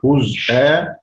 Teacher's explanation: يقرأها حمزة بإسكان الزاي وخلف العاشر